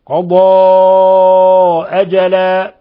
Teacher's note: ثم قضى، لاحظوا تفخيم الضاد، قضى وإخراجها من الحافة. قضى أجل، مد منفصل يمد من أربع إلى خمس حركات